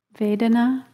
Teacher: the emphasis is on the first syllable